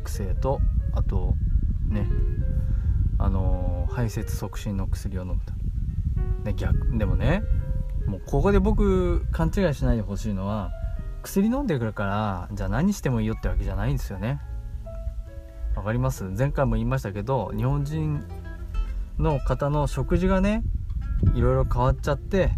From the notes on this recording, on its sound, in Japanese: 40度にもなる群馬は、本当に暑くてたまりません。そんな中、少しでも涼しく感じられるように、高原の湖畔で録音してみました。蝉の音や鳥の声が入って居て。